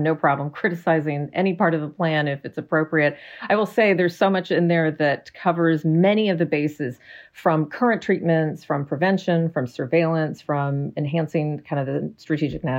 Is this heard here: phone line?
no